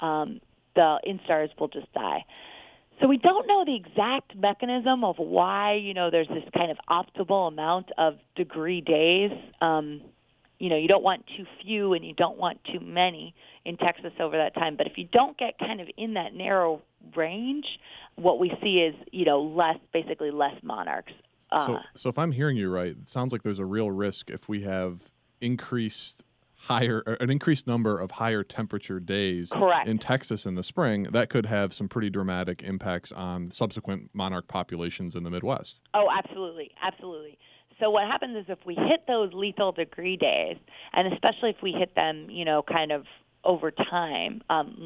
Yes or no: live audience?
no